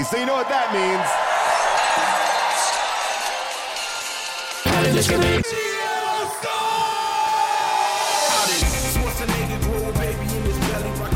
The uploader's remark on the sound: Recorded live from Vancouver